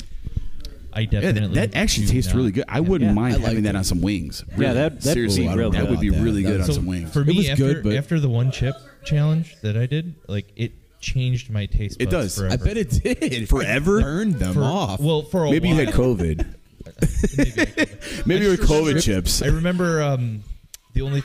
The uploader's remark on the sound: LIVE at the LAN.